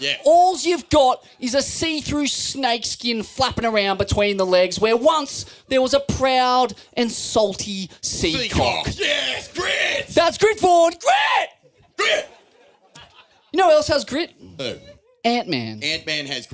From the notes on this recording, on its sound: True Grit Live at Scar Brah. Live from the Indy Hotel at Scar Brah!